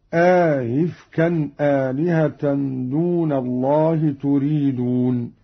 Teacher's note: قرأ قالون بإدخال ألف بين الهمزتين مع تسهيل الثانية